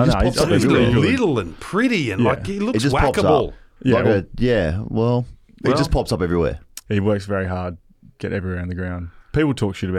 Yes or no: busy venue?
no